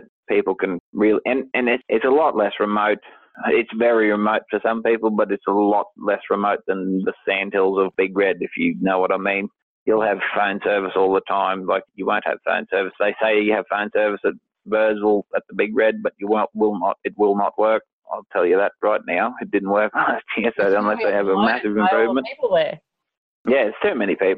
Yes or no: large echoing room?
no